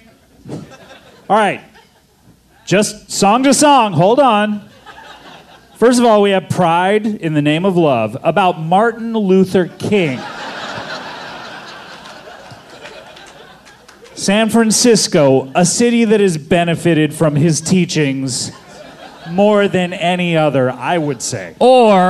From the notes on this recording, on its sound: LIVE from SF Sketchfest. Episode recorded LIVE from Cobb’s Comedy Club!